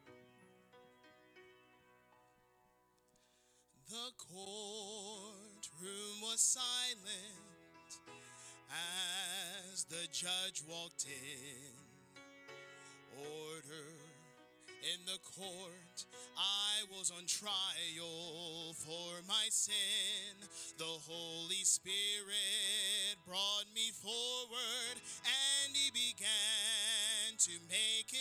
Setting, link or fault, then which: setting, large echoing room